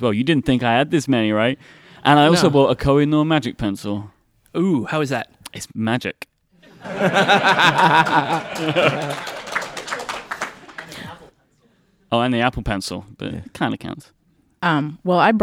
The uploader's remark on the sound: This week's episode comes to you live from the Atlanta Pen Show. In front of a fantastic audience.